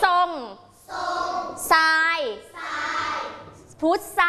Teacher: ตัวทรอตัวนี้1คือไม่กระดกลิ้น2คือเปลี่ยนไปเป็นเสียงซอหรือว่าซอโซ · Term: คำควบไม่แท้